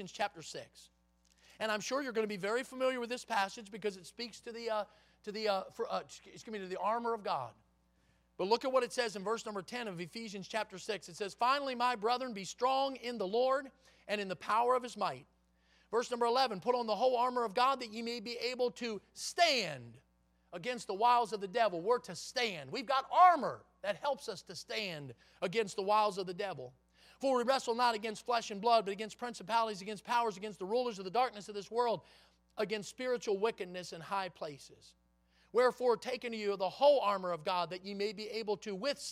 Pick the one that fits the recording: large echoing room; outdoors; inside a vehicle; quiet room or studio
large echoing room